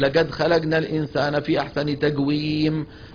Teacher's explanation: أيضا من جملة التغييرات العامية تغيير صوت القاف بصوت الجا كما هو في بلاد حضرموت، فيقرأ أحدهم لقد خلقنا الإنسان في أحسن تقويم، هذا لا يصح البتة.